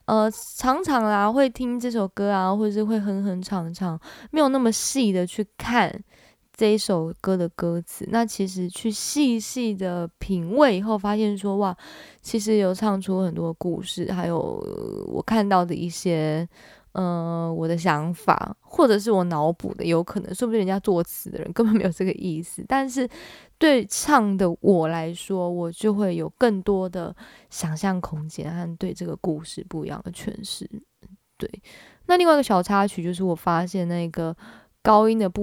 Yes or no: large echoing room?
no